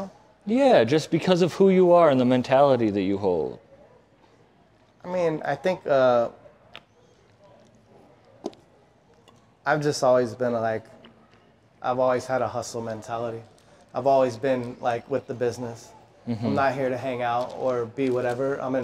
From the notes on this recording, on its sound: Live At The Baseball Hall Of Fame. Was filmed on Induction Day at the Baseball Hall Of Fame.